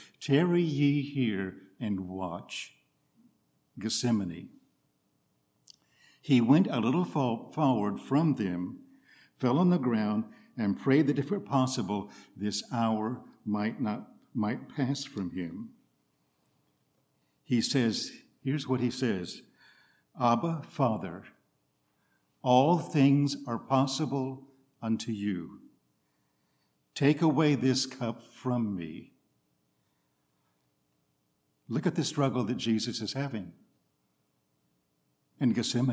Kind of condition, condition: setting, large echoing room